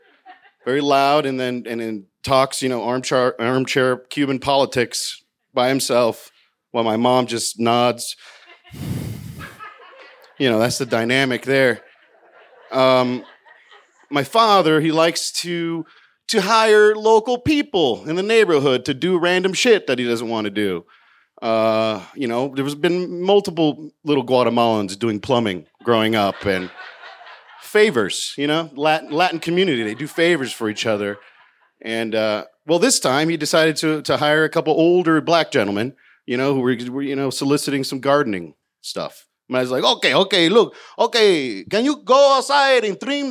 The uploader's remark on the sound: told this story live in front of a packed crowd at Buntport Theater in Denver, Colorado